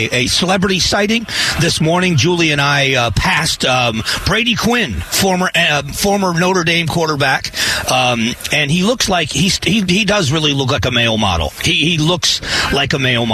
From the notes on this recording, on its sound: Live at Radio Row! The sights and sounds of being at Radio Row in the lead up to the Super Bowl.